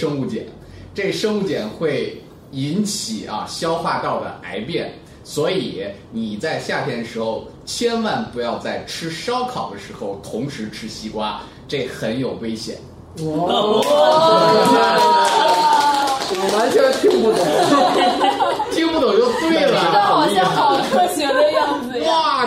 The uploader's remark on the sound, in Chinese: 本期节目为在张大妈办公区用录音笔录制，可能有街道上的杂音，请见谅。